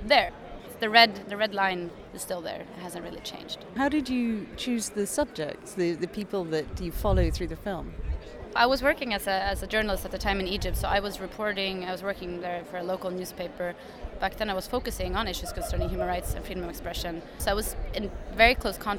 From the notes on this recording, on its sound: special audio for you from the newly concluded 3rd Arab Bloggers Meeting in Tunisia